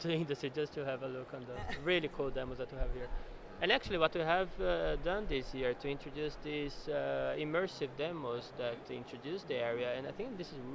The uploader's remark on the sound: Live at Mobile World Congress. At the year's biggest event for the mobile tech industry. Are joined by the team behind Ericsson's massive stand.